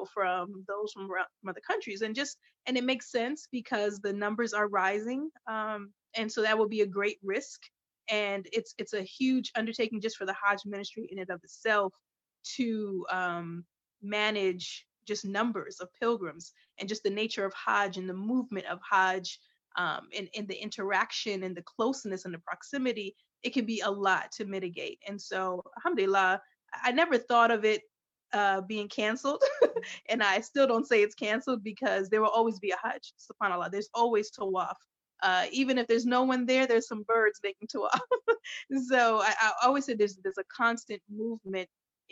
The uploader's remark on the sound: a live virtual panel